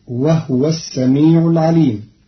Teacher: قرأ قالون كلمة وهو بإسكان الهاء فتصير وهو السميع العليم، والضم والإسكان في لغة العرب.